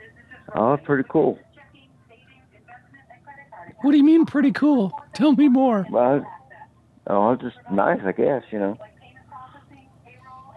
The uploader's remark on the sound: Another short live show. Do a few live calls to random people.